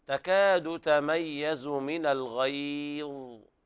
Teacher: والوقف على الظاء بدون قلقلة، لأن بعض الإخوة عوام الناس يقرؤون الظاء بالقلقلة أو الغيظ وينبر الحرف بهذه الطريقة، وهذا خطأ ولحن خفي.